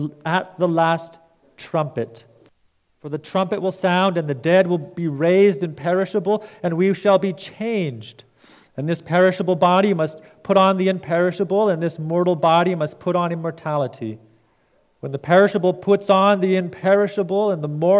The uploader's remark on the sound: Preached at Fairview Cornerstone.